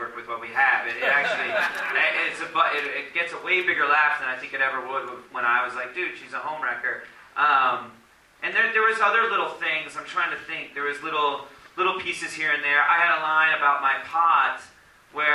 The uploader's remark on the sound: It was recorded after a screening of the film on April 9th in Philadelphia.